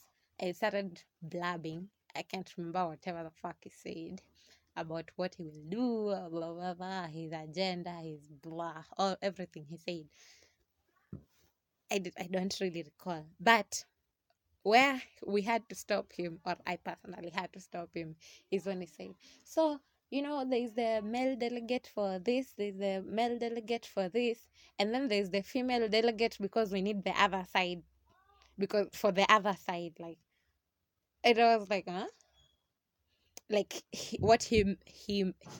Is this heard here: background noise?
yes